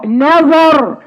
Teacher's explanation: رقق النون فخم الظاء والراء